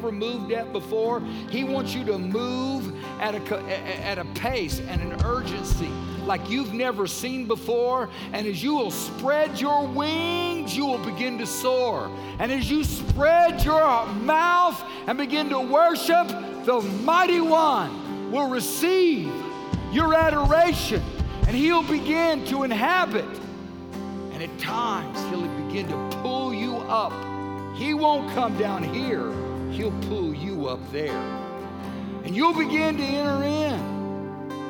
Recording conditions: live audience